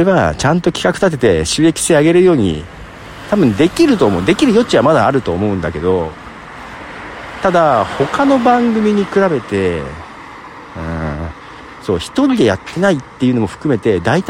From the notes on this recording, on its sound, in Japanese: 深夜の散歩。そんなことを歩きながら考えてみました。